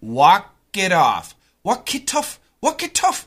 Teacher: It's a flap T.